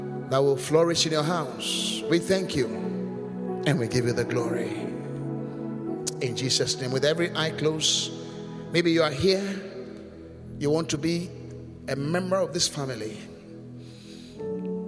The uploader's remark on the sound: Preached at The Qodesh.